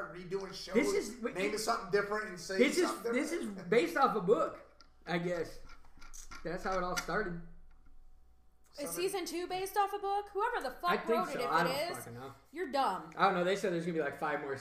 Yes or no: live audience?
no